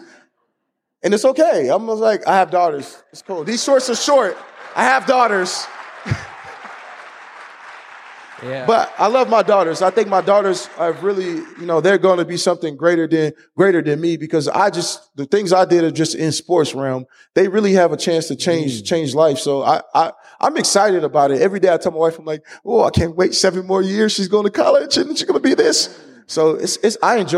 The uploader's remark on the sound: LIVE in Seattle. In front of over 800 people at Town Hall Seattle.